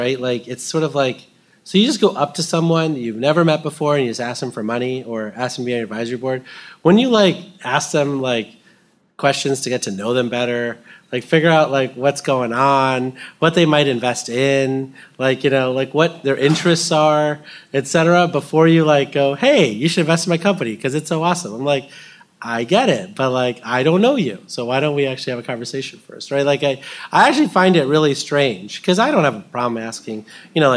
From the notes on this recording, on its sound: we recorded live at Greentown Labs , the largest cleantech incubator in the country.